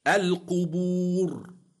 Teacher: القبور الراء ساكنة لأجل الوقف وقبلها واو مادية تفخم